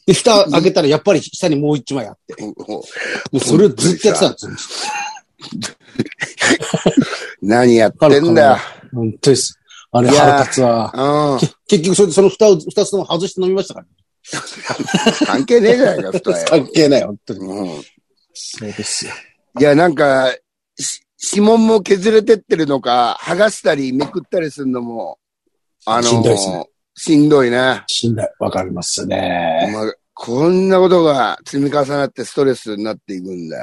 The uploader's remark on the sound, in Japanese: ZOOMで収録